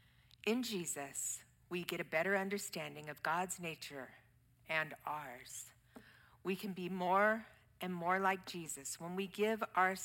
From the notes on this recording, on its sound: Streamed live from our campus in Westlake Village, CA